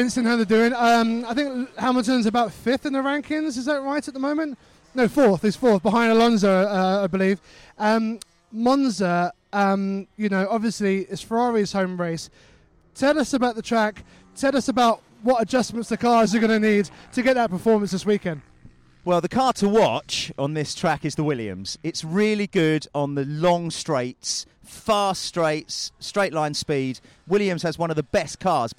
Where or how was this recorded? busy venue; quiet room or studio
busy venue